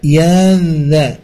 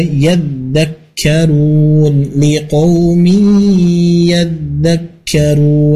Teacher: ketika mentasydidkan huruf dzal jangan sampai kita memanjangkan · Shown in: second take